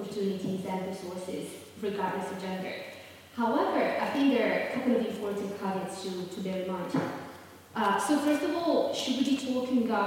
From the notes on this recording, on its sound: GenPol's first live podcast recorded with SOS Media Music.